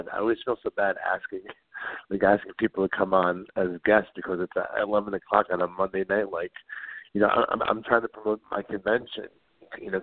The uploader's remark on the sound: take your calls LIVE on air